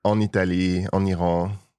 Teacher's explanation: when it's followed by a vowel, we hear a bit more of the N of en